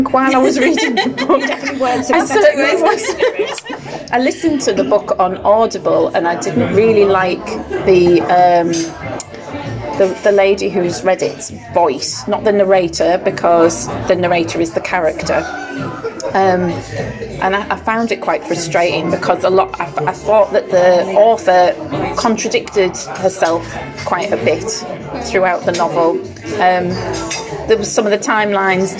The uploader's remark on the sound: Kindly hosted by Sortie Charcuterie and Bar, Darlington.